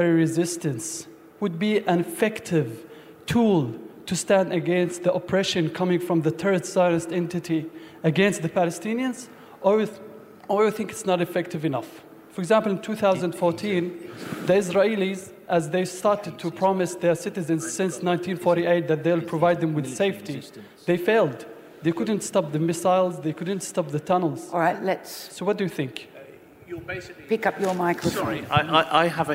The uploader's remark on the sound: Recorded live at the Melbourne Writers Festival.